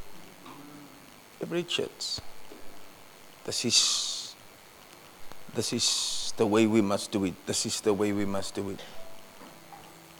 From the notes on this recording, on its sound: Preached at Kleinmond, Servants armed and trained ministry camp on 23 February 2024